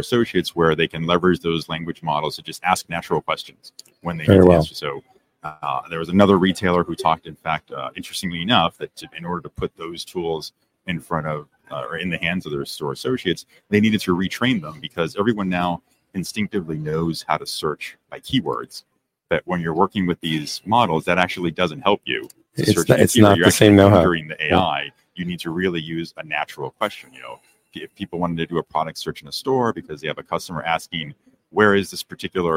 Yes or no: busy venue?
yes